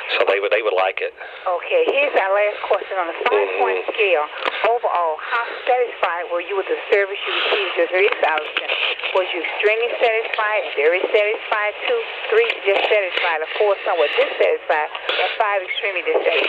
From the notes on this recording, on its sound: Prank Phone Calls.